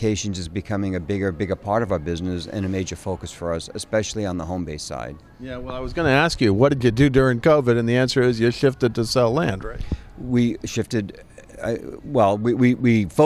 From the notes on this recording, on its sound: at the recent EDGE conference